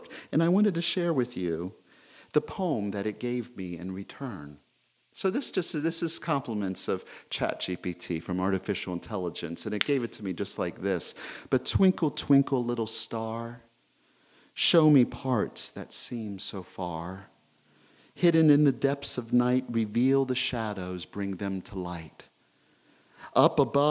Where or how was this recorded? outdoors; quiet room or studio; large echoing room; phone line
large echoing room